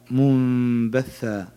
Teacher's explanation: نون ساكنة بعدها باء وهو حرف الإقلاب، يقلب ميم مع الغنة.